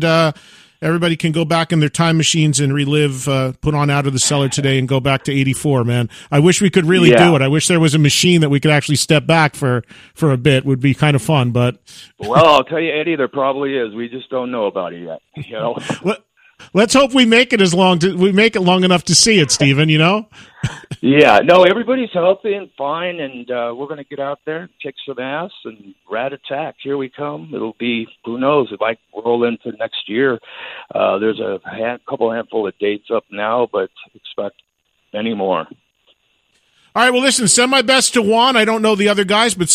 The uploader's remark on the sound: phones